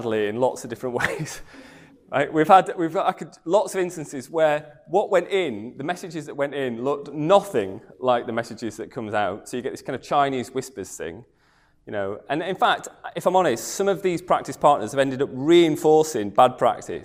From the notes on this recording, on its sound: comes from the evening talk on Thursday 3rd August